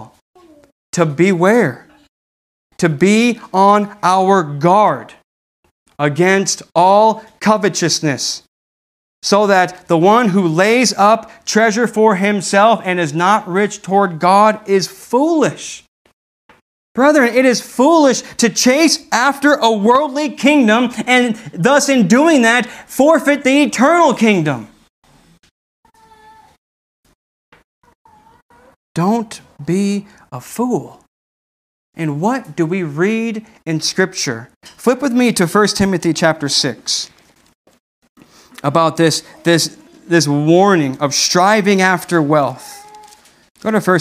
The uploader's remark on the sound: This message was delivered on January 17th, 2021 at Redeemer Community Church.